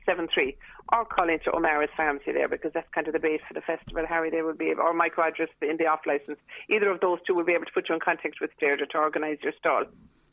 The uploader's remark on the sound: joined the phone by Scariff correspondent